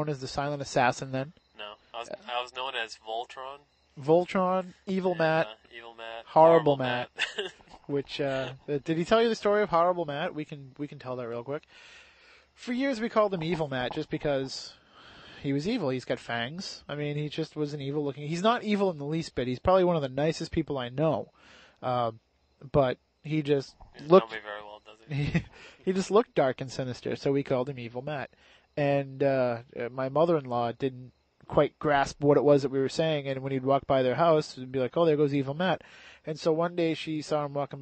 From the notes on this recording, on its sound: backyard with some burgers, beers, and a couple of microphones.